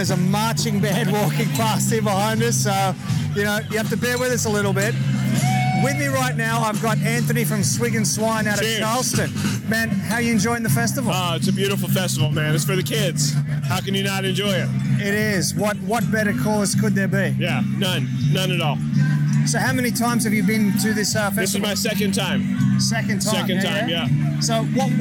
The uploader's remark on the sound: LIVE at Hogs For The Cause 2019. Join me as I wander around the always incredible Hogs for the Cause Charity BBQ Festival.